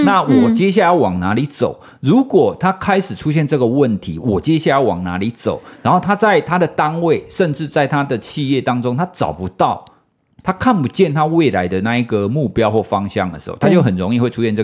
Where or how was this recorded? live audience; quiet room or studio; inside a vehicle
quiet room or studio